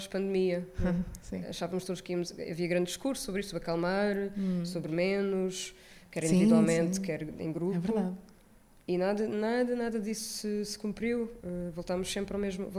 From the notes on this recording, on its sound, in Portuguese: Ao vivo no Maus Hábitos. Este episódio foi gravado ao vivo no espaço Maus Hábitos. A convite da iniciativa Podcast à Mesa.